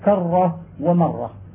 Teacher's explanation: وأكثر ما يظهر تكريره إذا كان مشددا نحو كرة ومرة